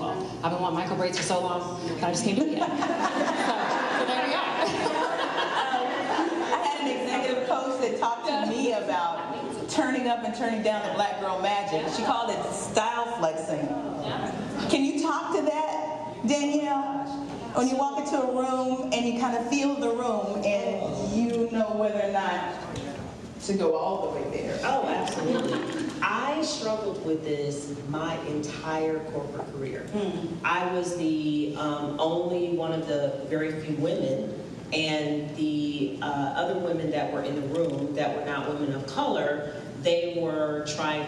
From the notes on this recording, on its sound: Complete with an enthusiastic LIVE audience from the Lincoln Experience at The Star at Dallas Cowboys World Headquarters.